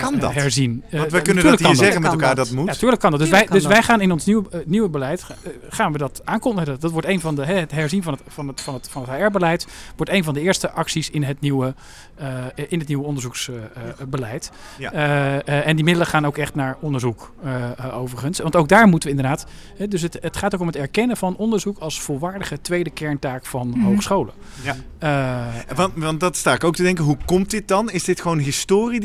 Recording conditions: busy venue